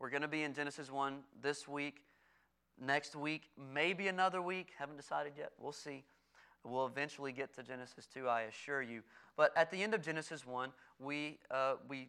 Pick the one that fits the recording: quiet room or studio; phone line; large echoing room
large echoing room